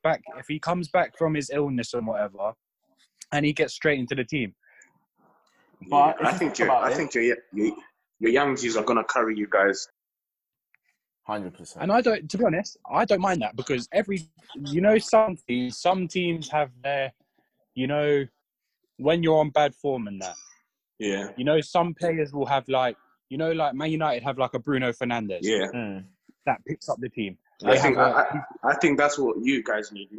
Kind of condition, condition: link, video call